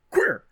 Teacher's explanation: a very glottal attack on the word queer